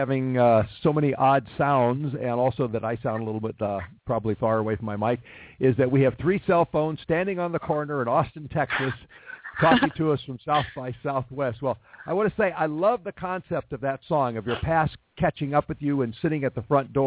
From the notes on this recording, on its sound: Call in from SXSW. Calls in from SXSW. Since the band will be on cellpones and standing on a corner outside their next gig, there will be distortion and background sounds.